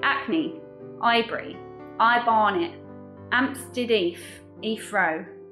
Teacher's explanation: And last but not least, we have H dropping